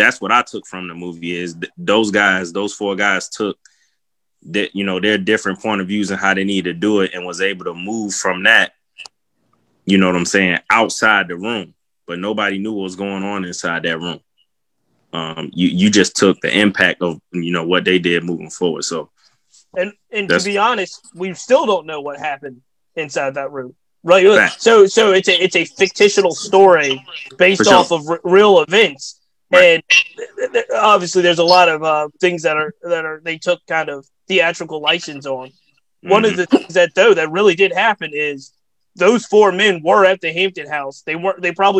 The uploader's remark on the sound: Zoom Conversation